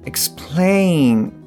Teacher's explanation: explain のところは内容語なんですけれども、アクセント音節が後ろにありますと。plain の方ですね。なので、explain ではなくて explain というふうにアクセント音節がある方の部分をはっきり、まあ、長めに言うというような感じで言っていただけると、はい、より聞き取りやすくなるんじゃないかなと思います。まあ、前回、前々回、えー、第60話と第